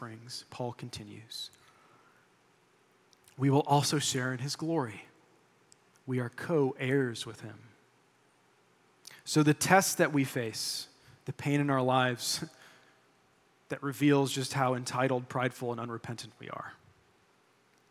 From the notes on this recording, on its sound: delivered this sermon during our July 23, 2023, Sunday worship service